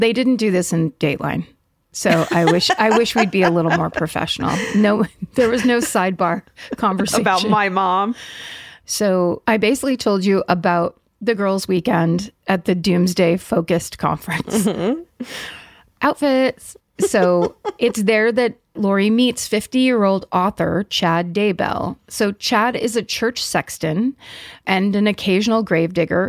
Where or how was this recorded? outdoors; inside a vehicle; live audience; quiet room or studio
quiet room or studio